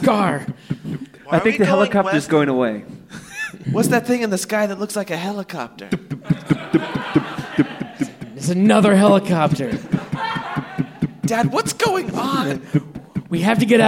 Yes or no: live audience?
yes